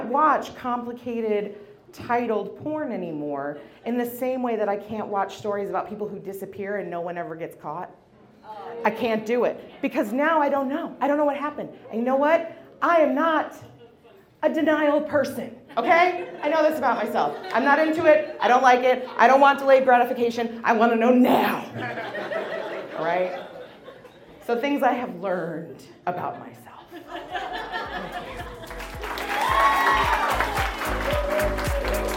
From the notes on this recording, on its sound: About Last Night is a monthly recurring episode releasing a single story from the previous evening's live event! Goes south is a live storytelling event out of Charlotte, NC. This podcast combines audio recordings from these live events to share with you! Goes south live events take place on the 3rd Tuesday of the month at Petra's in Historic Plaza-Midwood, Charlotte, NC.